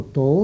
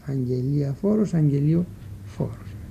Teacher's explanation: Έτσι το αγγελιαφόρος μετασχηματίστηκε σε αγγελιοφόρος, αφού το α, αγγελία, αφομοιώθηκε, έγινε όμοιο με το ο του φόρος, αγγελία φόρος, αγγελίο φόρος. · Term: αφομοίωση